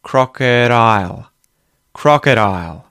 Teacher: We have the T flap or D flap that's occurring on the D in the word crocodile. We won't say a hard D there because there are vowels either side.